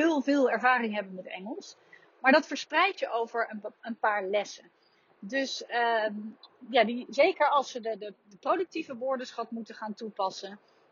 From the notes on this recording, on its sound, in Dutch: Deze podcast is opgenomen in de auto, dus de geluidskwaliteit is iets minder.